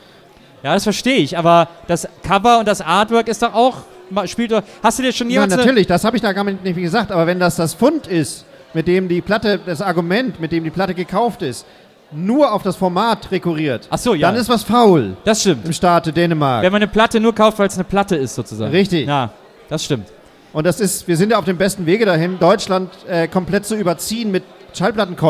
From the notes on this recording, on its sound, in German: Bonus Track, live. Der live-Mitschnitt von unserem Lounge-Event.